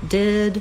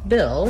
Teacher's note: we have the vowel ih, which is a lax high front vowel.